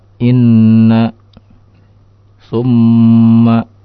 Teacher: maka digunnahkan bimiqdar harakatain gunnahnya sebanyak dua harakat wal harakatain miqdar qabdul isba'ain aw basathuma aw bastahuma dan dua harokat itu sekadar kita menggerakkan secara ke dalam atau terbuka dua jari kita.